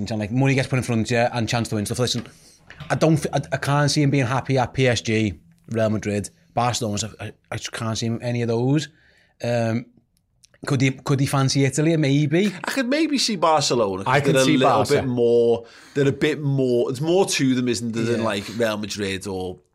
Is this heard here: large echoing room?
no